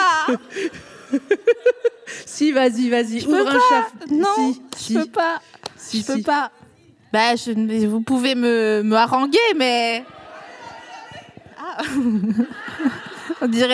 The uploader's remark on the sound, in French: Enregistré en mars 2022 à la Scala Paris.